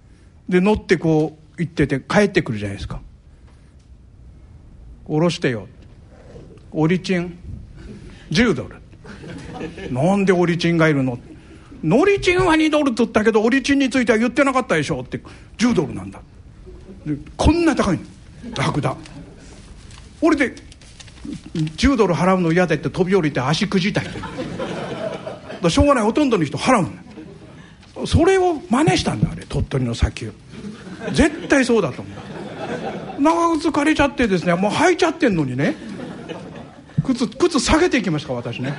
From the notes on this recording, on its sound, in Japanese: ラジオＮＩＫＫＥＩの新社屋がある虎ノ門琴平タワーにて開催された、ラジオＮＩＫＫＥＩ開局６０周年記念「マーケット・健康寄席」の模様をお送りします。同公開録音の後半部分をお聞きいただきます。講演会『投資の極意』の模様。